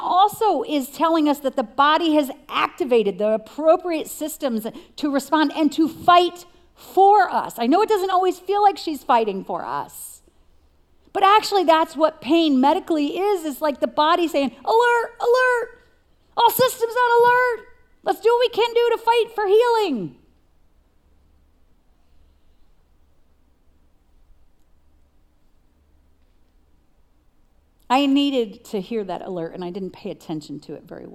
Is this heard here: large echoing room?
yes